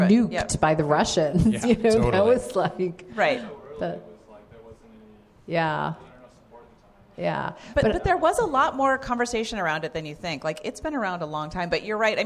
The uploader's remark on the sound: Live At Storyfort. Onstage at the Storyfort Festival in Boise, Idaho.